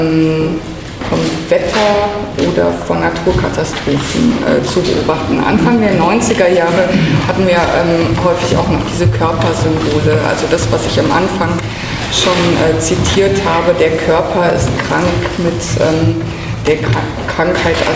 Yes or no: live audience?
yes